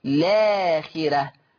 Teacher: أيضا حذف همزة الوصل، حذف همزة الوصل وابتدي باللام مباشرة، هبتدي بلام مفتوحة فتصير لاخرة